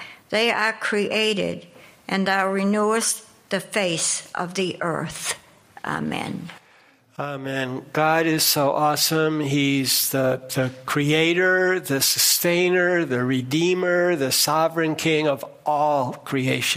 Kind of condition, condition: setting, large echoing room